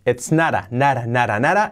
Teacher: La T de not la hacemos como una resuave, por ir entre vocales.